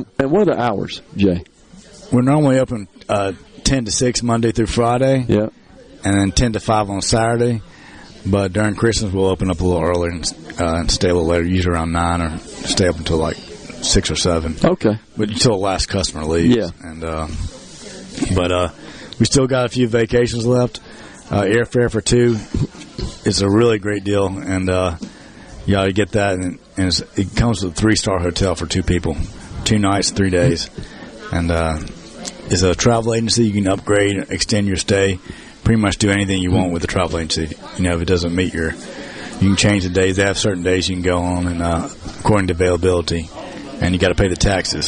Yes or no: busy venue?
yes